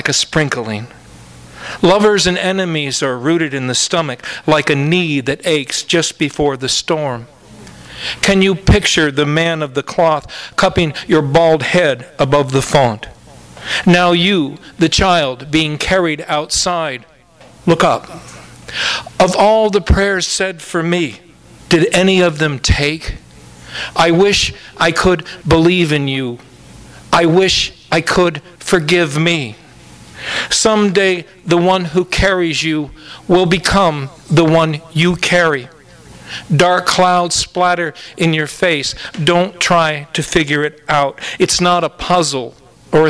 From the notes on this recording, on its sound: Kick off their Three Horsemen of the Apostrophe tour with an event at Skylight Books! THIS EVENT WAS RECORDED LIVE AT SKYLIGHT BOOKS SEPTEMBER 14, 2011.